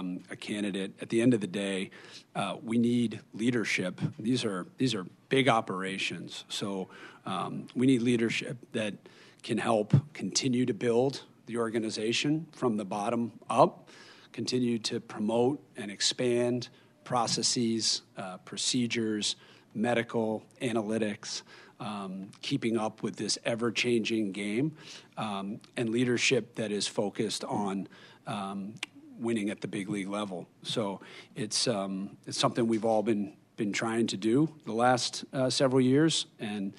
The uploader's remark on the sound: Hosted a press conference at Fenway Park, including a Q&A with the local press.